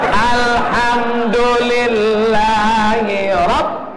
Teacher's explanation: Ronya tebal, bukan tipis. Bukan. Ro tafkhim.